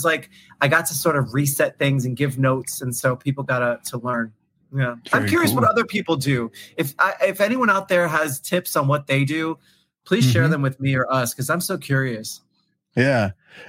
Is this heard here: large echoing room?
no